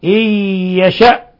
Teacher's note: نون ساكنة جاء بعدها الياء الحكم التجويدي إضغام بغنة